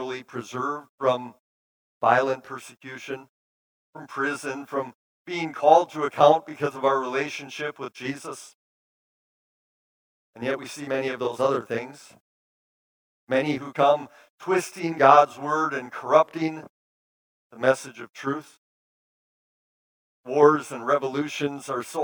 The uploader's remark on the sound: preached this sermon at Bethany's Sunday worship on November 13, 2022